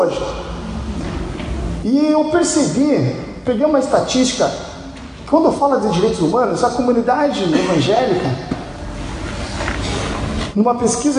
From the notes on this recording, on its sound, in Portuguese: Este programa é a captura de áudio da palestra. Durante a VII Semana Jovem do Café IPIC.